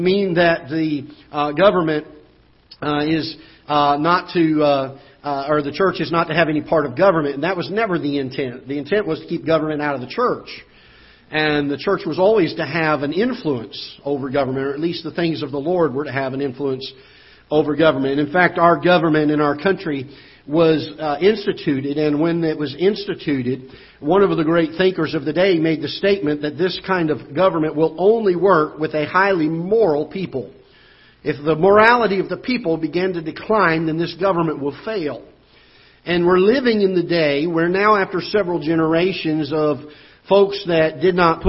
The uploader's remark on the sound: Ketha Heights Baptist Church ~ Live Broadcast